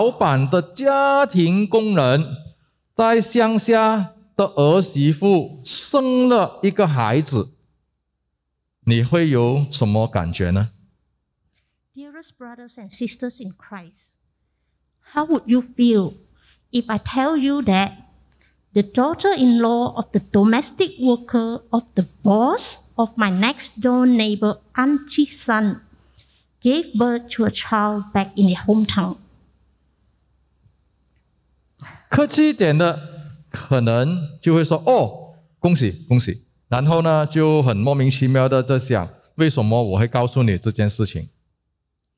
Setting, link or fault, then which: setting, large echoing room